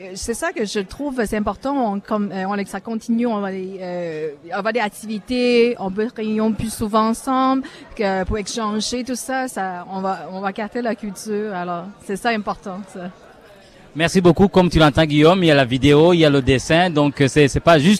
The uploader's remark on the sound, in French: En direct du Gala de l'Association des Francophones de la Région de York (AFRY)